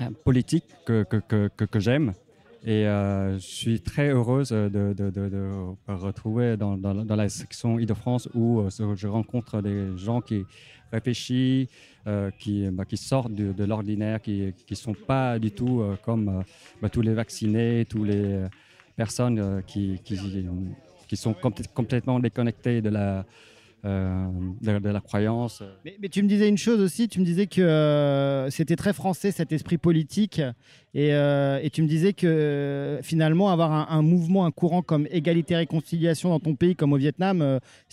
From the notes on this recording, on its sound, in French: Les équipes d'ERFM sont en Bourgogne pour le "Festival de la Réconciliation d'E&R". La parole est donnée aux organisateurs, conférenciers et festivaliers à travers un "micro-pelouse" riche et plein de vie.